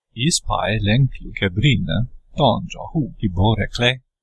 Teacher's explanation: His tones are still a little exaggerated.